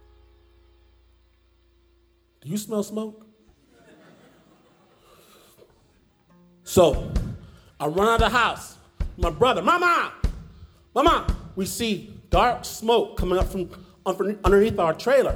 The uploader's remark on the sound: Performed live in Portland at Revolution Hall.